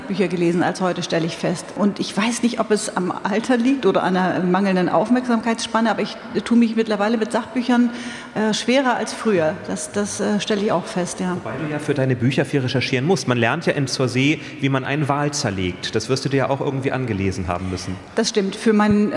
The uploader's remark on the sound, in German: Calvadosgelee auf der Buchmesse. Das alles live auf der Frankfurter Buchmesse. Das Quiz, mit Publikumsbeteiligung, strotzt vor herrlich unnützem Partywissen.